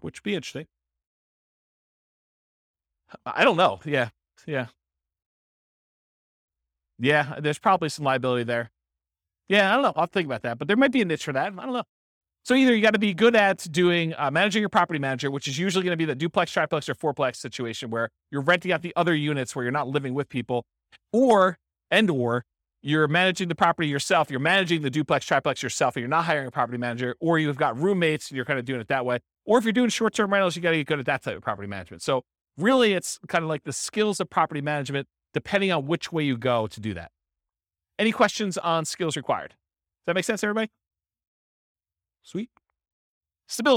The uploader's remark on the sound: This was a live class recorded